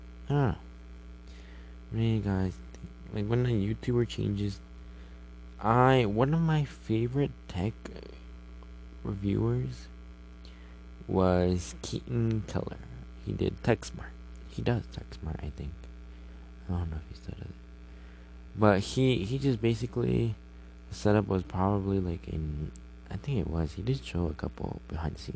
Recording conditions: hum or buzz